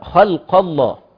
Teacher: اللام محصورة ما بين حرفين مفخمين تمام الخاء والقاف مستعلين ومفخمين ولكن خلقة هي كده ايه ياخدها قطعيه واحده خلق الله ياخد هيئه واحده للتفخيم.